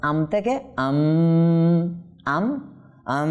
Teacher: ইকলাব হওয়ার কারণে মিমটা আবার গুণনা হবে